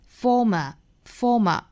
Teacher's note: 两个小字母 r 都不卷舌